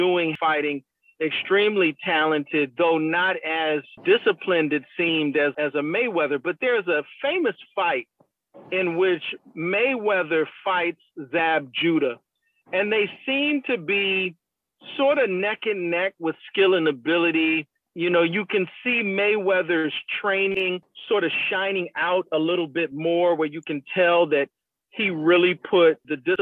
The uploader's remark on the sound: speaks by phone